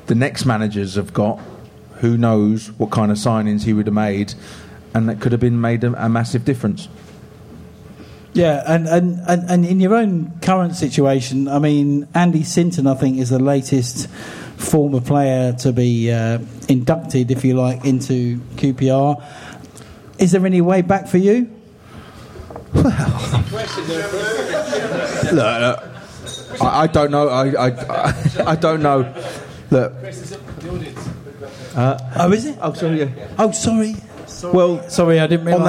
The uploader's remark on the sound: The LIVE Pod. The boys are LIVE At The Good Ship in Kilburn!